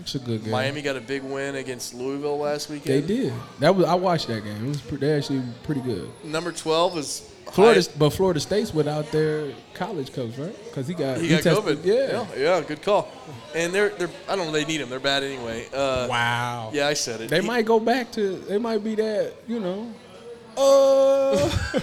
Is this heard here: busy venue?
yes